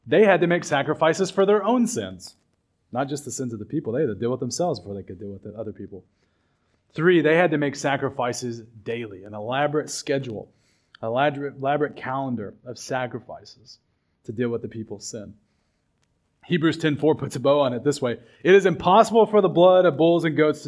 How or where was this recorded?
large echoing room